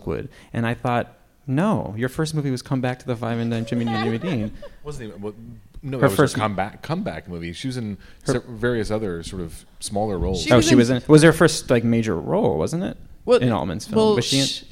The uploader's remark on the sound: In front of a live audience during Film Comment Selects.